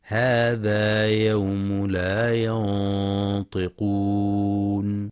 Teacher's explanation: ينتبه القارئ لتفخيم غنة الإخفاء حيث جاء بعد النون الساكنة حرف الطاء، وحرف الطاء من حروف الاستعلاء والإطباق فهي مفخمة والغنة تابعة للحرف.